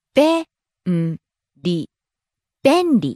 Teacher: Starts high, comes down on the second syllable, ん, stays low.